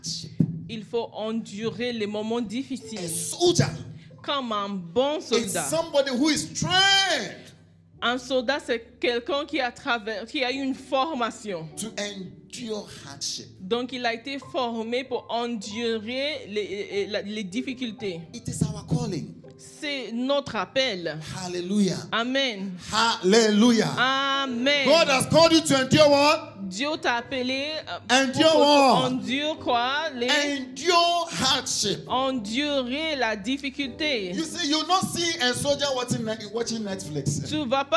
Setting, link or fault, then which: setting, large echoing room